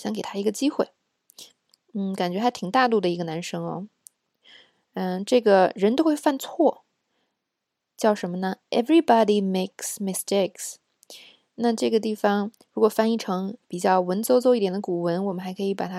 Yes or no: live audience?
no